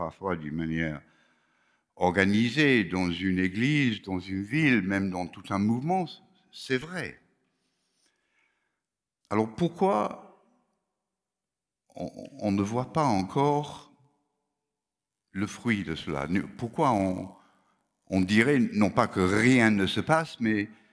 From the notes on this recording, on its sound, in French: Enregistré à l'église CVV, le 09/01/2022